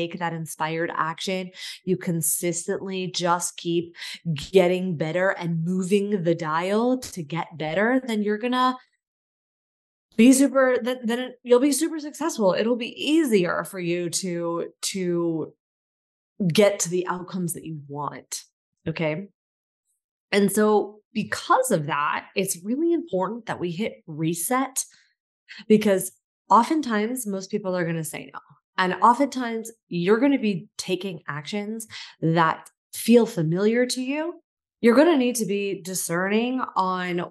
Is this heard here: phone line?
no